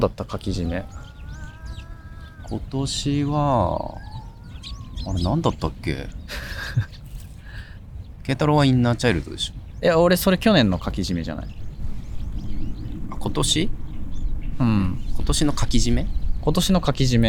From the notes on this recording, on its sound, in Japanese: 久しぶりに外で収録